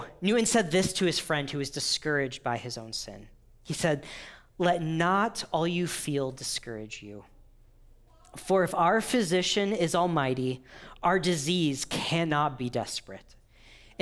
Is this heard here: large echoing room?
yes